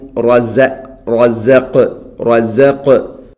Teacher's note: ഖാഫ് തൊണ്ടയുടെ മുകൾ ഭാഗം കഴിഞ്ഞ് ചെറുനാക്ക്